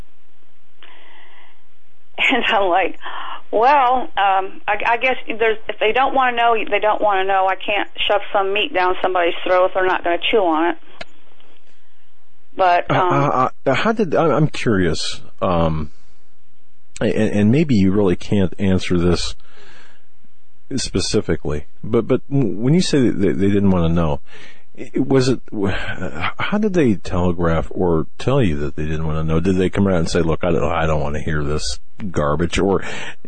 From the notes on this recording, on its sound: Wednesday Call In on The Hagmann Report.